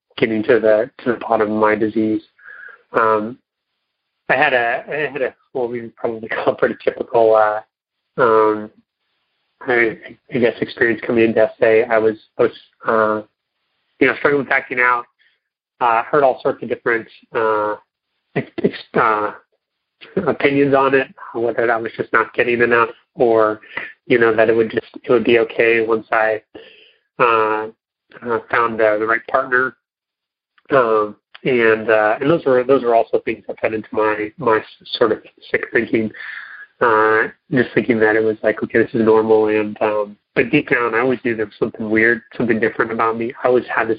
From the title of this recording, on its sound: Monday Noon Phone Speakers Series